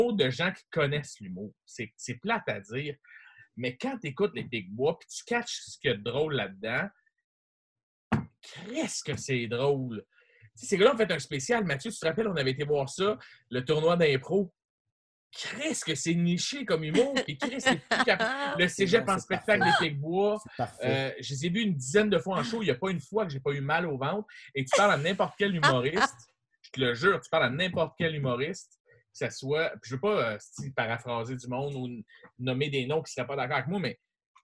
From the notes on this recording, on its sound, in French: La classe a eu lieue sur Zoom.